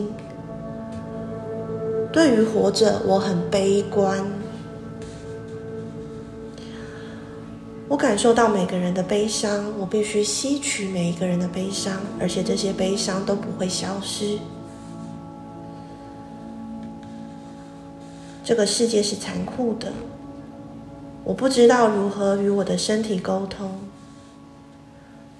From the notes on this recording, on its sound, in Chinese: 早課結束後的冥想，用iphone錄的，音質跟之前的不太一樣。